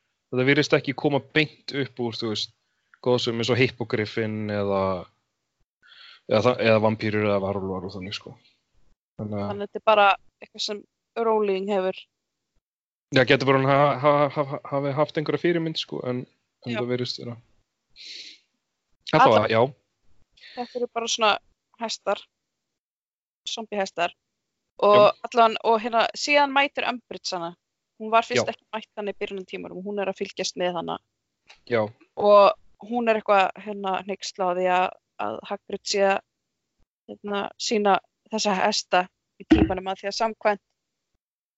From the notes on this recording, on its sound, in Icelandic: Með því að hittast á Skype og tala áfram.